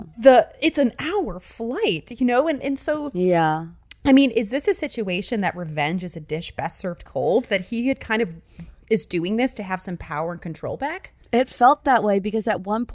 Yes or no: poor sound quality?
no